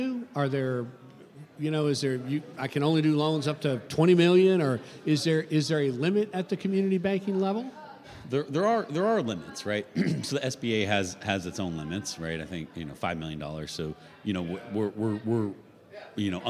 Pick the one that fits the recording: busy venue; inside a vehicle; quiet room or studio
busy venue